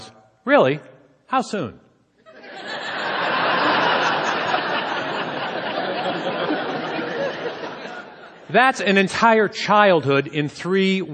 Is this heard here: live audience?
yes